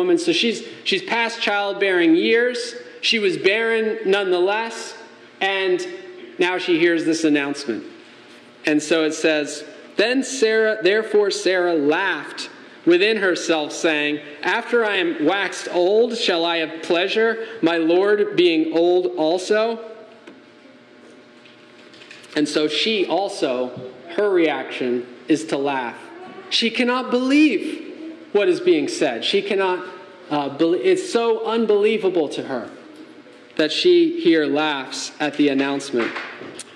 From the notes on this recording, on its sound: Message delivered Sunday, May 14, 2023 at Mt Carmel Primitive Baptist Church, Bel Air, Maryland